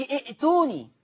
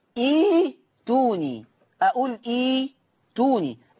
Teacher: فعشان كده بنقول تبدل همزه القطع الساكنه ياء · Shown in: second take